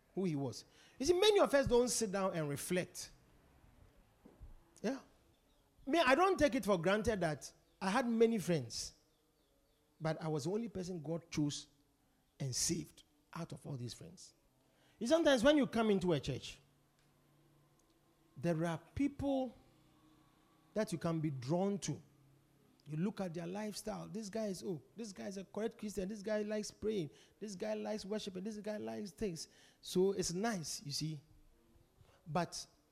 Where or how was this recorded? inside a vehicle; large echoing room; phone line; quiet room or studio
large echoing room